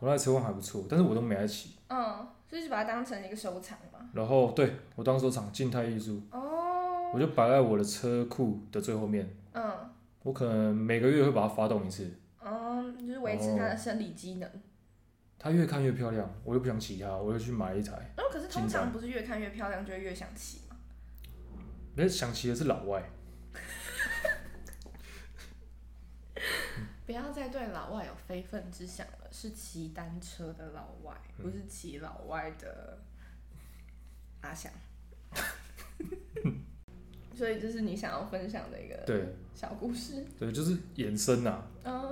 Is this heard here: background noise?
yes